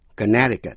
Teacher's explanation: Nhưng tên tiểu bang Connecticut, âm C trong âm tiết N-E-C, câm, không đọc.